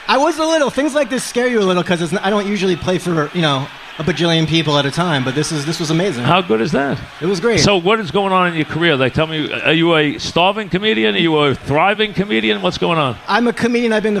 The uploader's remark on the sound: live at Bar